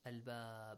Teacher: When you stop, the letter ba changes, ba mutaharrik changes to a sakin ba. It has a sukun sign there.